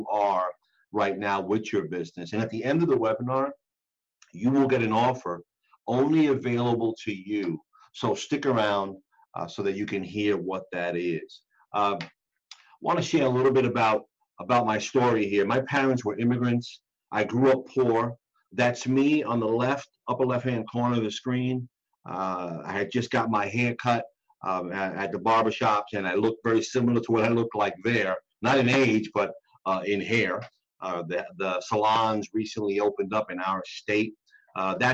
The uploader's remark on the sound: the audio portion of a webinar we did